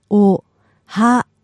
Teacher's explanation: That last ooh at the end means that you hold it.